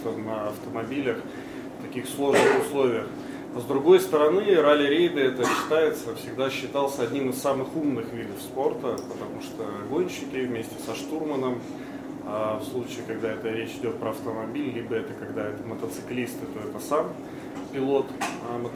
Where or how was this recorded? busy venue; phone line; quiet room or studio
busy venue